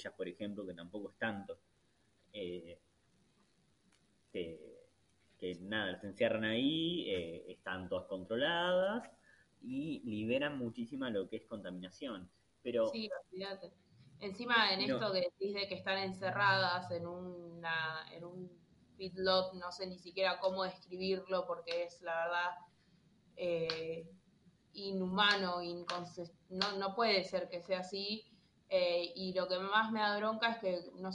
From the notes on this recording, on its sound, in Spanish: este episiodio se escucha mal nuevamente